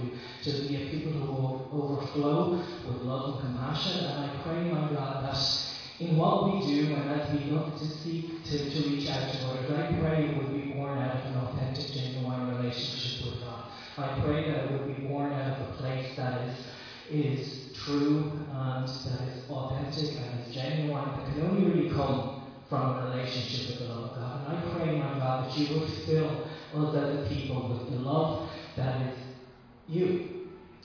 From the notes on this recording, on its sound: Recorded live in Liberty Church on 1 August 2021